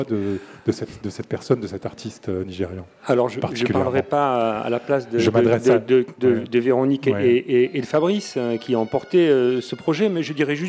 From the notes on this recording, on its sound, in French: Une émission en public à la Friche avec les principaux porteurs de projets.